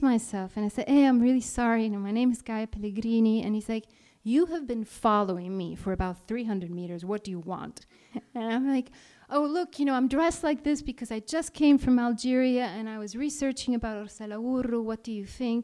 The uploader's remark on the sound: Recorded live at Riwaq Beirut.